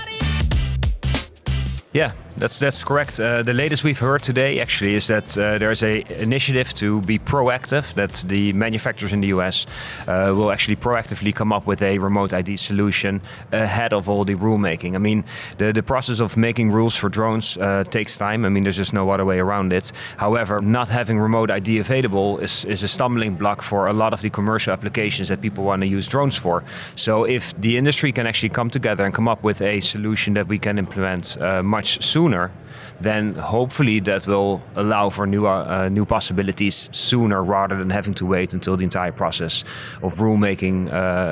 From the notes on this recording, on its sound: Live from 2019 FAA UAS Symposium